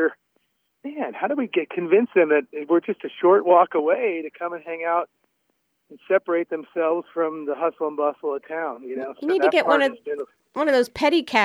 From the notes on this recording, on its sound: Called in today to share what you can find at his beautiful winery (just a short ride from downtown Healdsburg).